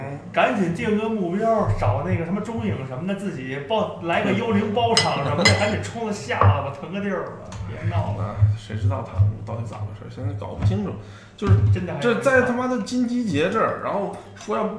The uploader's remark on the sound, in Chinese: 录音环境为餐馆，所以背景音有些嘈杂